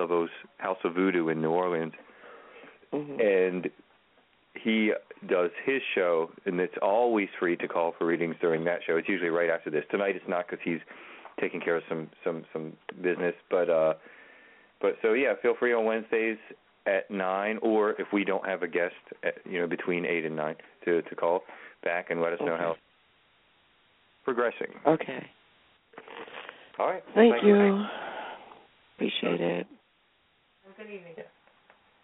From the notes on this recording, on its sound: open the phone lines